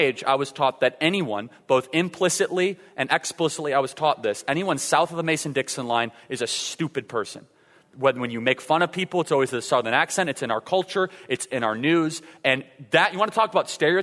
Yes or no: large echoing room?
yes